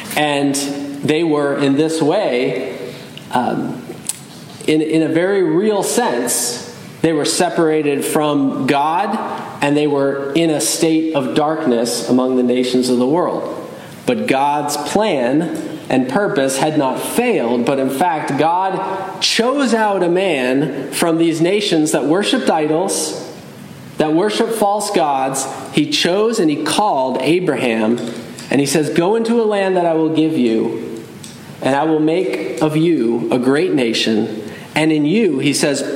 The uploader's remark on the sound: Message delivered Sunday, December 10, 2023 at Mt Carmel Primitive Baptist Church, Bel Air, Maryland.